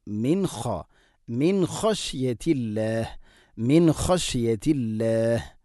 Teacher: സാക്കിനായ നൂനു ശേഷം ഖ ആണ്, നൂനിനെ ഇദ്ഹാർ ചെയ്യണം, വെളിവാക്കി ഉച്ചരിക്കണം